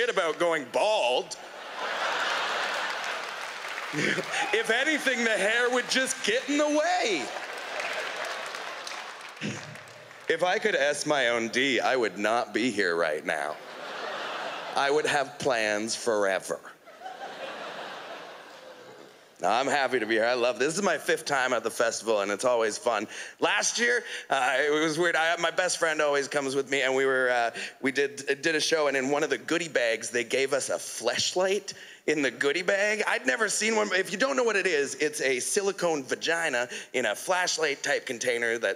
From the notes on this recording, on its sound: stand up from the Just For Laughs Festival in 2016